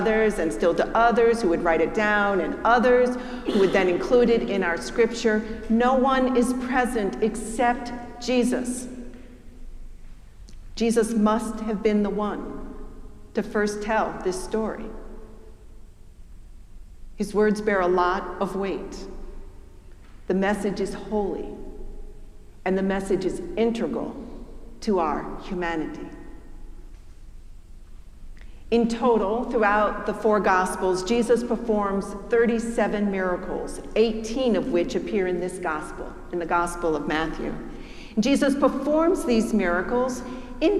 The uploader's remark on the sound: preached at our celebration of the Holy Eucharist on the First Sunday in Lent